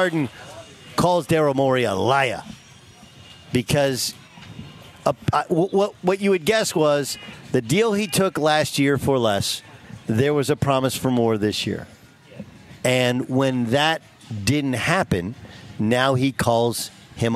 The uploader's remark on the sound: LIVE from Chargers training camp in Costa Mesa, CA